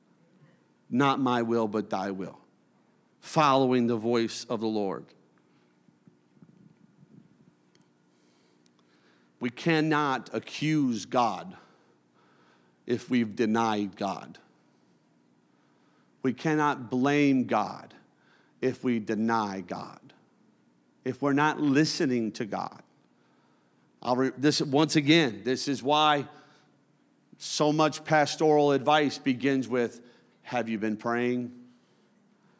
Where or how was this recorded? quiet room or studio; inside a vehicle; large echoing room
large echoing room